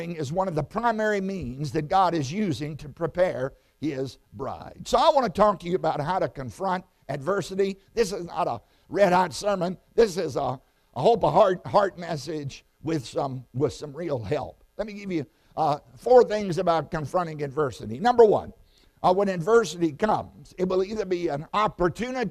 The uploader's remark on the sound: Sun AM Service